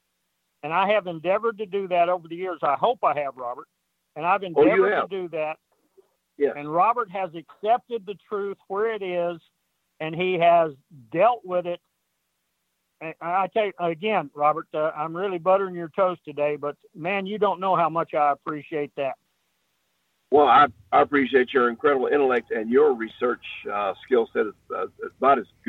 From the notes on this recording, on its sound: joins the call and after some technical issues are solved